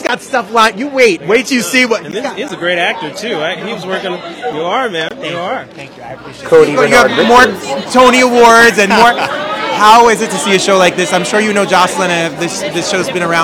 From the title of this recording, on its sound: Live From The Red Carpet at "Jaja African Hair Braiding"